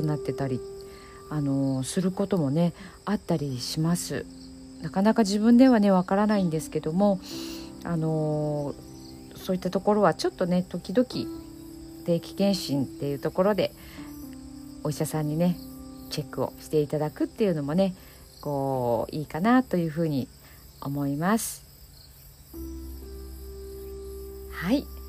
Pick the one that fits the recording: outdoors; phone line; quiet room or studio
outdoors